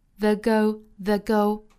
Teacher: 是需要弱读成 thethe，并且这个单词尾部的 t 是省读了的，因为后面的 go g 是一个辅音，所以 t 省读 the go the go mountain the